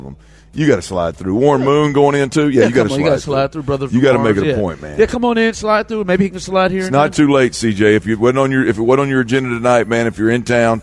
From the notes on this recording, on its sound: THE DRIVE is LIVE from the Red Carpet!